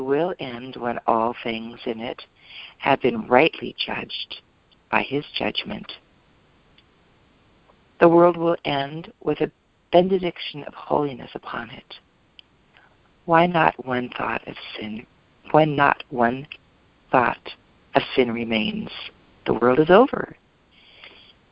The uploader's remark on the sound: ACIM Daily TEXT Conference Call